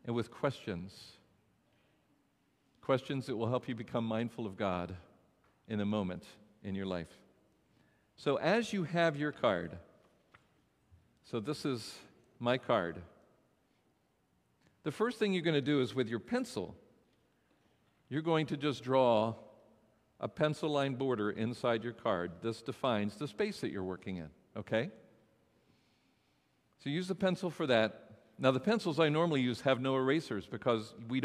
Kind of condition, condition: setting, large echoing room